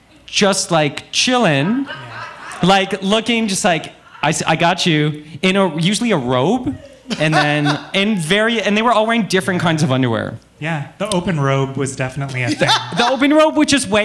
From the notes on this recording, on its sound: Recorded live at Buddies in Bad Times Queer Pride.